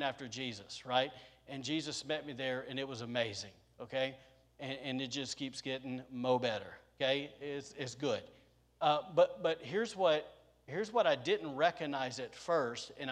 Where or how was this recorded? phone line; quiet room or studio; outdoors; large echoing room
large echoing room